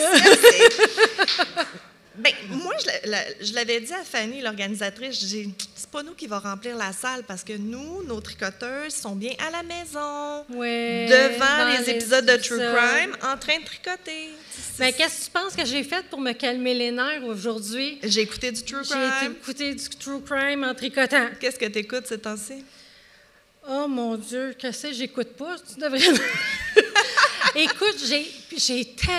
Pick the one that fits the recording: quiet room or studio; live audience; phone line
live audience